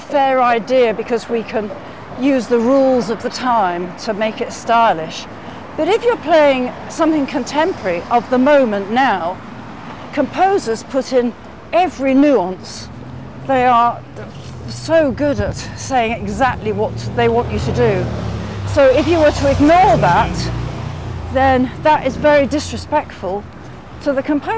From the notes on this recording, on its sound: walking along a windy Brighton Beach in the south of England